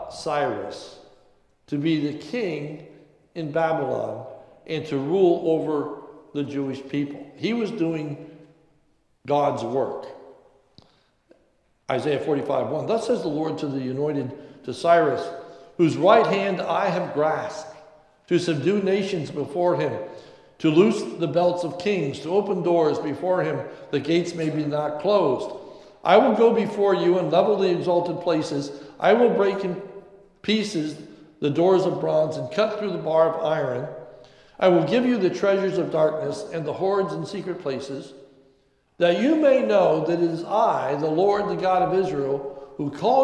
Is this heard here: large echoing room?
yes